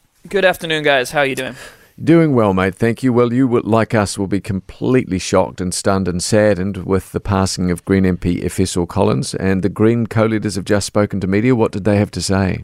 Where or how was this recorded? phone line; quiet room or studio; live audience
quiet room or studio